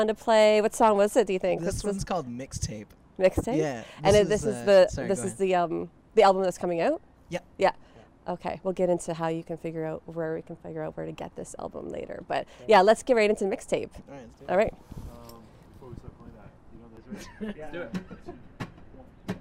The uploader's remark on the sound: In the beautiful city of Owen Sound under the beaming sun on the rooftop of the Heartwood Concert Hall, where the band has just finished up a sound check.